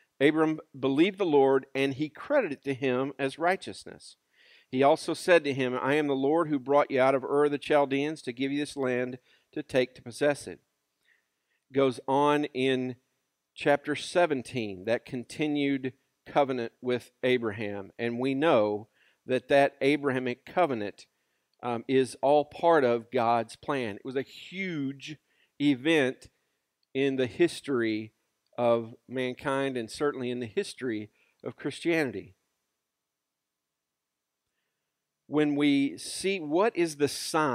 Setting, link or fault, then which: setting, large echoing room